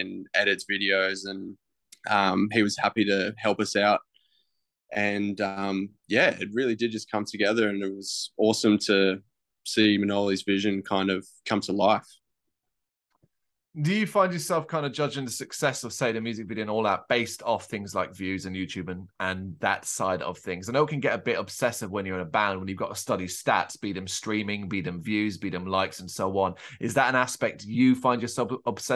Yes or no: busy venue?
no